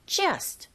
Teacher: 자, 간단하지만 이때 여러분 just의 to 이 발음이 이 부분 자, 이 부분에 강세를 주셔야 돼요. 그래서 just까지 발음하는 게 아니라 just, t 발음은 거의 안 들리죠